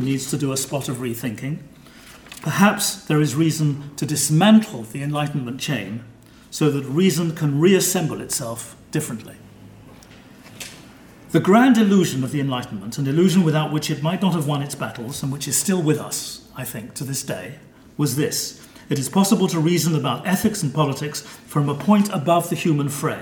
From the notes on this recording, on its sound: This paper was given on 16 May 2013 at the German Historical Institute London as part of the European Leo Baeck Lecture Series London, 2013.